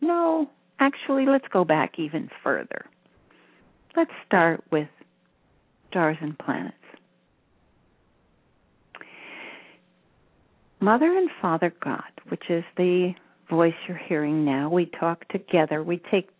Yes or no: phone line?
yes